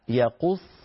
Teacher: الصاد هنا مشددة فيها صادان، كل حرف مشدد ينفك إلى حرفين ساكن ومتحرك